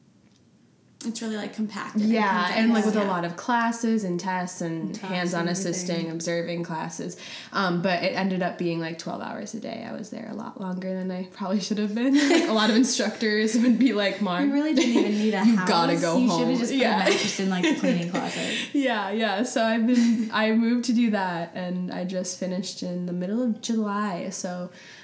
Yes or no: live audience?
no